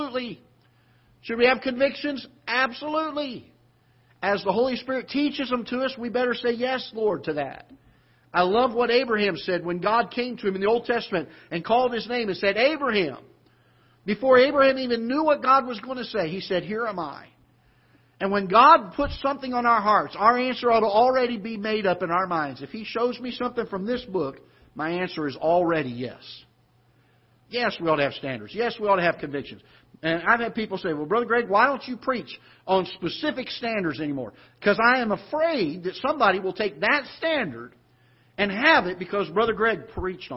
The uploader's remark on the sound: Ketha Heights Baptist Church ~ Live Broadcast.